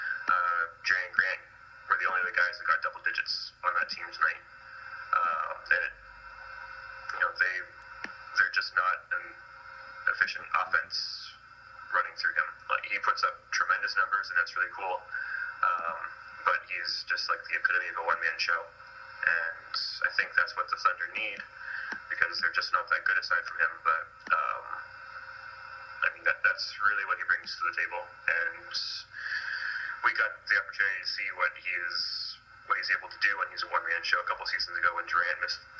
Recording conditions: poor sound quality